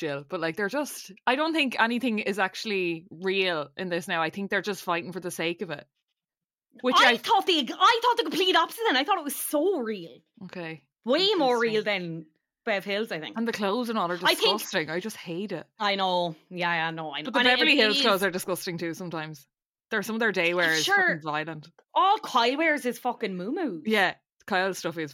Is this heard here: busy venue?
no